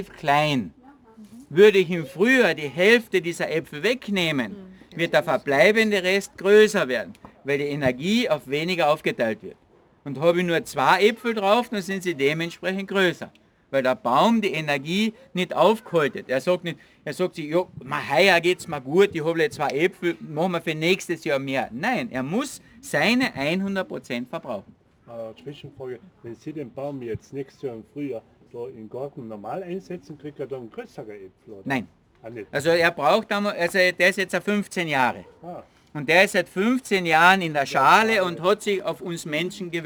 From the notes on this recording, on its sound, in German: im Rahmen eines Vortrags und einer Führung für den Kärntner Schriftsteller*innen Verband durch den Bonsai-Garten in Seeboden am Millstättersee